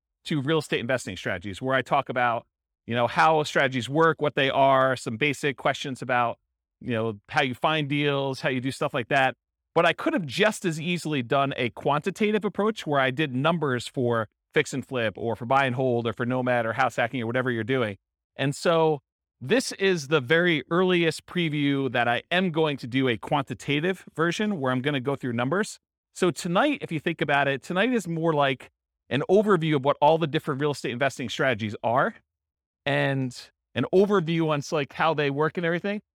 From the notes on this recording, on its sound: This was a live class recorded